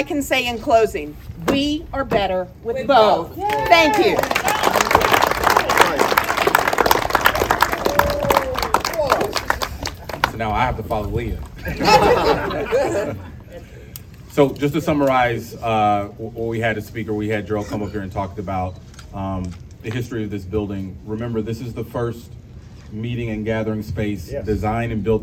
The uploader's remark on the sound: Exclusive, on-location StoryBoard 30 episode that includes the full press conference held on the north steps of the Mid-South Coliseum.